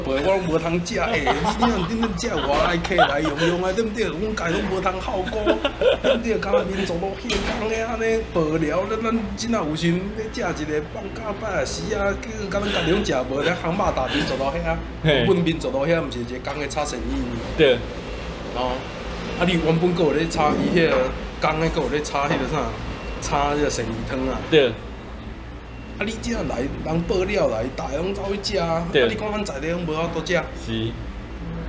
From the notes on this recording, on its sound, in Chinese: 錄音地點：Louisa Coffee 路易莎咖啡 台南中華店。錄音設備：Samsung S10+。